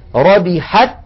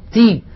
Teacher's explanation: هذه التاء الساكنة بالتصادم، تي خرجت التاء المكسورة بالتباعد بين طرفي عضو النطق